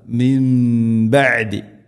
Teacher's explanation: സുക്കൂനുള്ള നൂനിന് ശേഷം ബാ, നൂനിനെ മാറ്റി മീമാക്കണം. ഇഖ്ലാബ് മിൻ ബഅദി, ഇങ്ങനെ മണിച്ചുകൊണ്ട് ഉച്ചരിക്കണം.